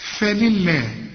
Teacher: ما دام اللام مكسوره يبقى هنرقق لفظ الجلاله